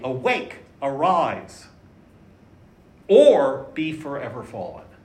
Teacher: The most powerful stresses in the line are going to be wake and rise, not be or ebb or fall. Those have less stress.